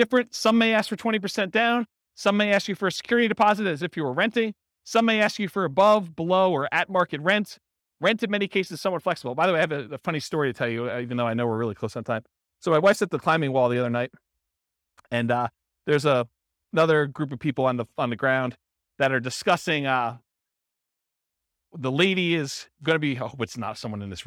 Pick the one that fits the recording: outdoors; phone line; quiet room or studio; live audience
live audience